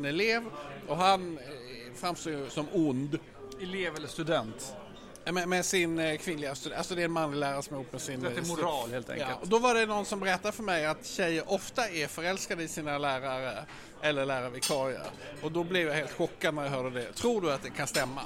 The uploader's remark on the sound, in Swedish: Den enda podcasten som spelas in “live” på Riche.